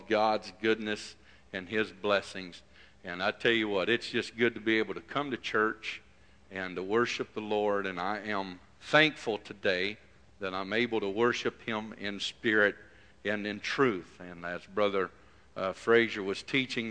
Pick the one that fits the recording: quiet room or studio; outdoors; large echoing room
large echoing room